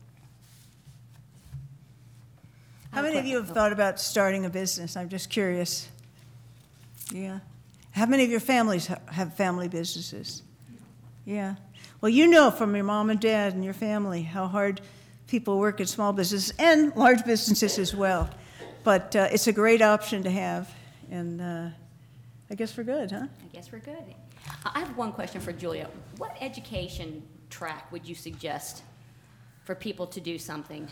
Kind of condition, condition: setting, live audience